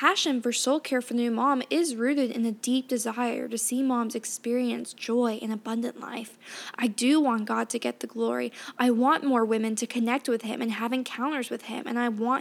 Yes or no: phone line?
no